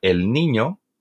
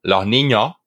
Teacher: Pues la solución es, al parecer para mucha gente, es comenzar a abrir más la boca. La gente comienza a abrir más las vocales en la forma plural para expresar que es el plural. · Shown in: second take · Entonces, por ejemplo, un andaluz diría el niño, pero luego diría los niños, abriría un poco más la boca, abriría un poco más la vocal para expresar que eh, es plural.